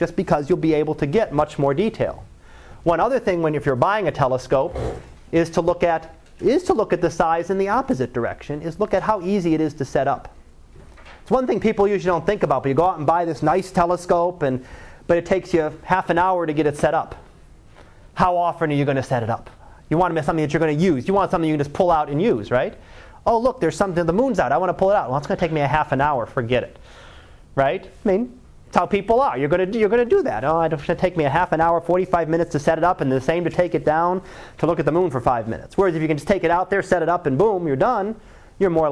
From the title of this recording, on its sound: Live Class Lecture